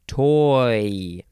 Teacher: it's two vowels together, and you have an O sound, and then you go to the E sound · Term: diphthong